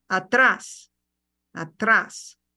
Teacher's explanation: And that's spelled A T R A with an accent S. Notice how I stressed the second A.